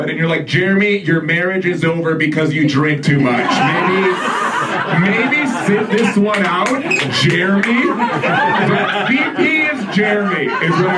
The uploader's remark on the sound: live from the comedy stage